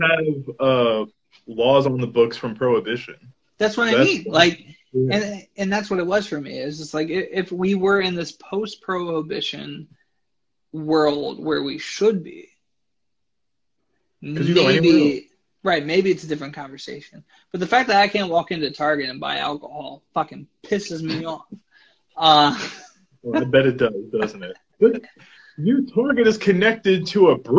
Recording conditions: video call